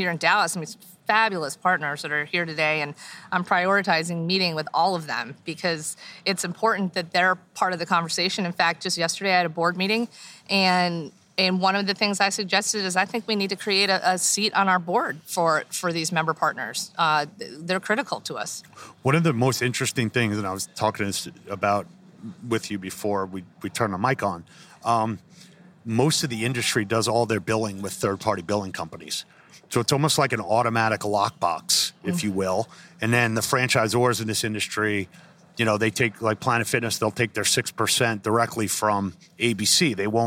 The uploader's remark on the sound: a HALO Talks live during the IHRSA 2021 convention in Dallas